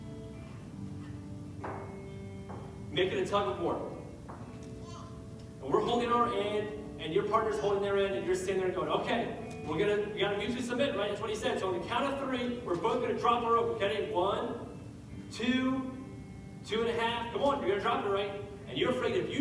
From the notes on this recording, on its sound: We had some technical difficulties this week, so please excuse the audio quality.